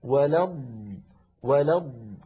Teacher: الضاد بارك الله فيكم تتألف من ضادين، الضاد الأولى ساكنة